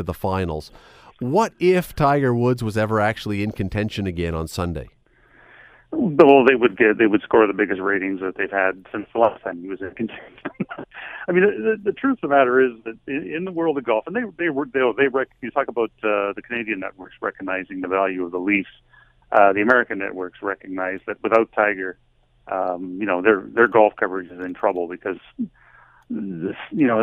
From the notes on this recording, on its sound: Opens the phone lines.